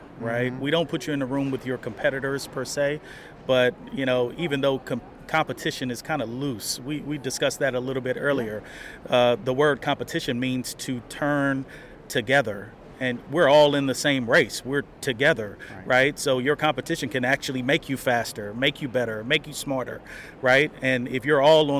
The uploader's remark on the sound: LIVE Day 3 from the IFA 2024 National Convention in Phoenix, AZ. Directly from the convention floor.